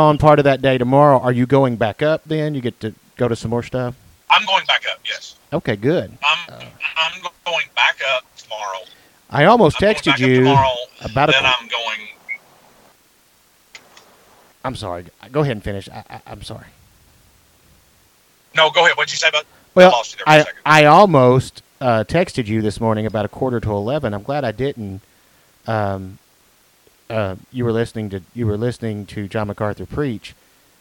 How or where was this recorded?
phone line